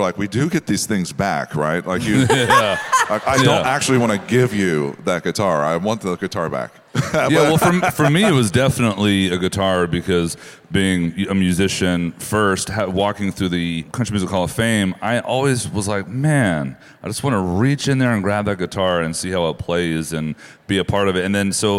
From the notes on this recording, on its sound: joined us live from CMA Fest